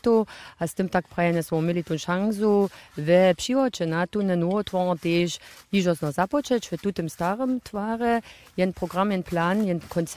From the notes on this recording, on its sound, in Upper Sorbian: Smy dźensa live w Ralbicach pobyli, hdźež so nowa pěstowarnja twari!